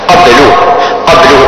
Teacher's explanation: قلقلت حرف الباء مرتبتها الصغرى